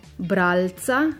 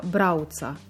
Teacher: prehoda navadnega L v dvoustnični glas V, v položaju pred soglasnikom in na koncu besede · Shown in: second take · ne pa pred samoglasnikom.